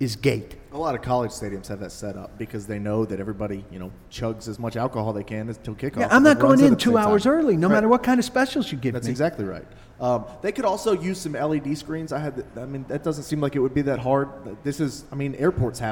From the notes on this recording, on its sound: Live From Dawghouse Saloon.